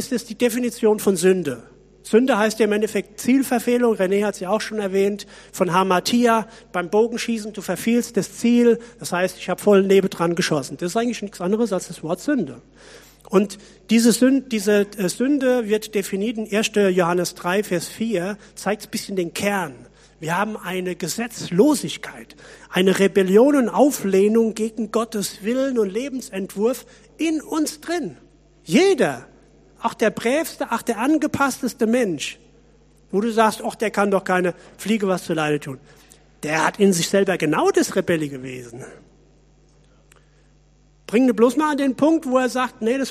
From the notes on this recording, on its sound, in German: Predigt aus der Missio Kirche. Gemeinde für Bad Kreuznach und Region.